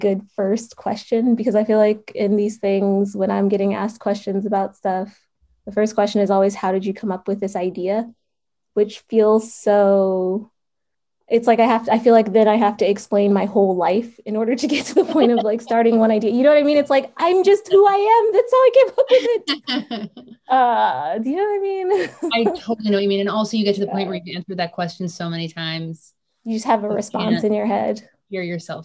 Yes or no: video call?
yes